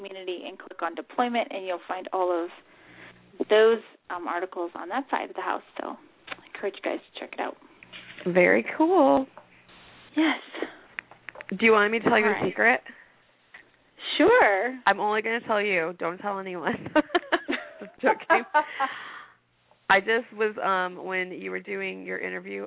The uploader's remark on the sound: Calls in from Florida. From sunny southern California and we air a prerecorded interview. Calling in from Italy.